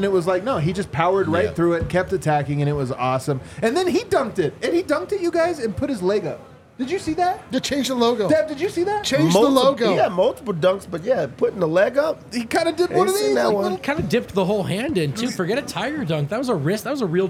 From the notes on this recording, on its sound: LIVE from the DNVR Bar.